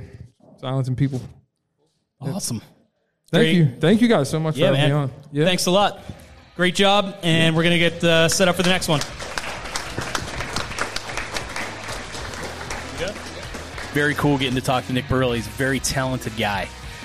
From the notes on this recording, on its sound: Live from the Love Local Courtyard Concert Series. We've got a new micro-cast from the Love Local Courtyard Concert Series!